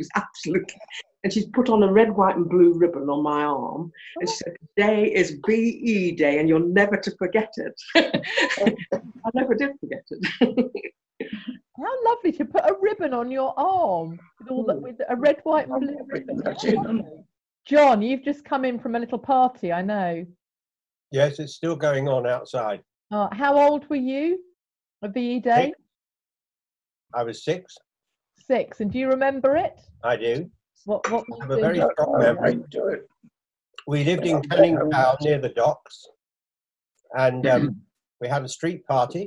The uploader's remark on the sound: a virtual tea party over Zoom